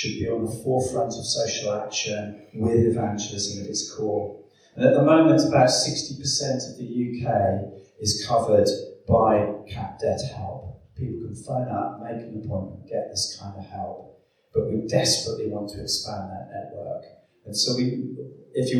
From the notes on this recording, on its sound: Please excuse the echoing sound of the recorded video.